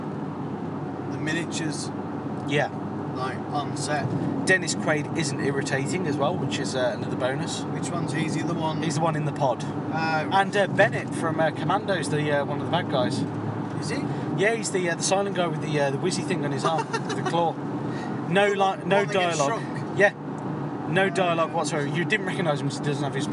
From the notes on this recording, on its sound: This is a special episode recorded in the summer as we drove back home from the beach. Might not be the best quality material, but it's something different…